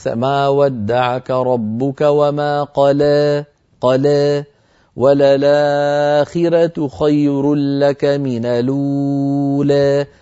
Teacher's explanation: ورش يقرأها إما بالفتح كحفص مثلا أو بالتقليل، يعني الإمالة الصغرى